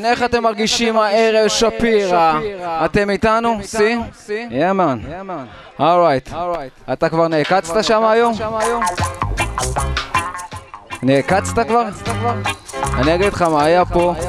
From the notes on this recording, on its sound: Recorded in a cafe Shapiroots. The show was recorded at the Shapira Cafe.